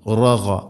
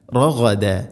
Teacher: ഗൈന് തൊണ്ടയുടെ മുകൾ ഭാഗം